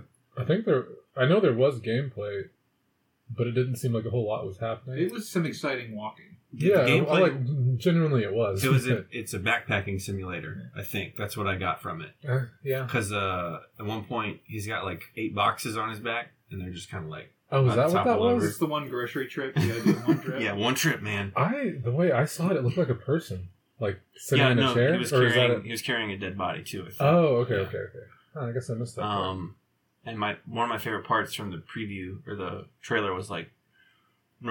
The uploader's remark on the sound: Warning: I busted up the audio.